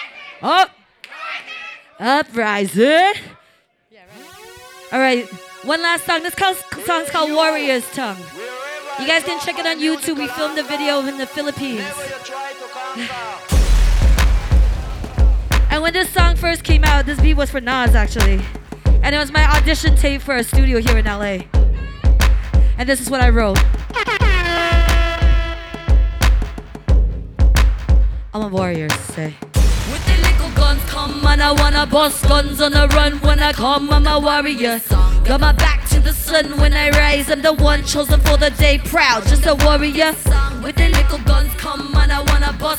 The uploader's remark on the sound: Uprising & TRAKTIVIST present: #representAsian LIVE - A night of live entertainment. This episode is a pre-recorded taping of TRAKTIVIST Radio on DASH Radio at 18 Social - Hotel Indigo in Los Angeles, California.